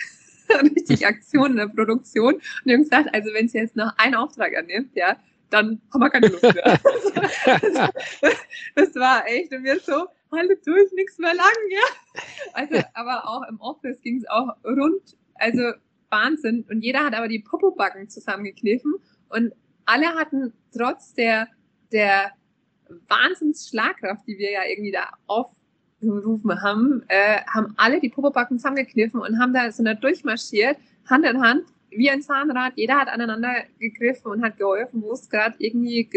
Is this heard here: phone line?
no